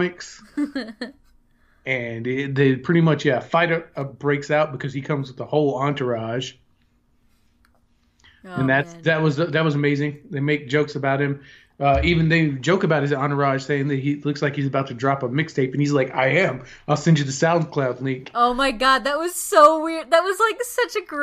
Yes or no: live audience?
no